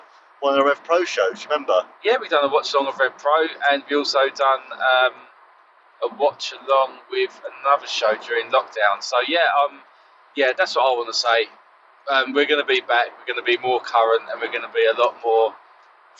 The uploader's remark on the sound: on our drive home as we review the show that we saw live